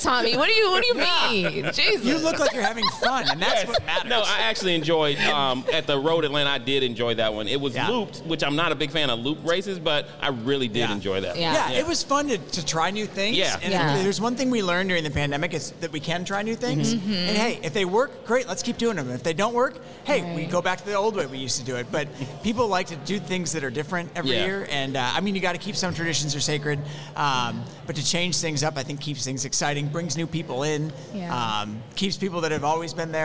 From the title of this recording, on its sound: LIVE from Run Social Atlanta Day Party